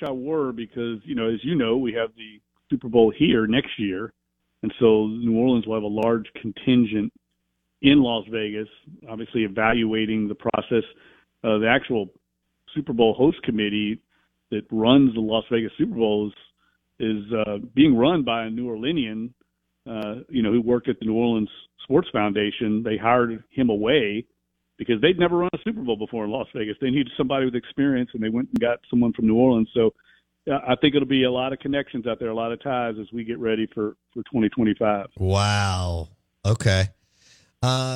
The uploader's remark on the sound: In the third hour of the show live in the BankPlus Studio. On the Farm Bureau guest line.